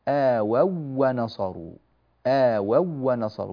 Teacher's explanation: ندغم الواو الأولى في الواو الثانية فتصير واوا واحدة